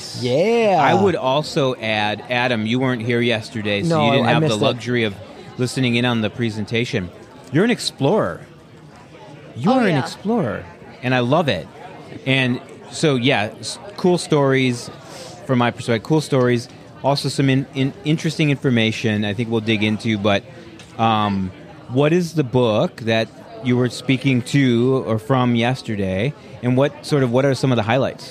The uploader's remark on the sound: This episode, recorded at Summerfest Tech 2023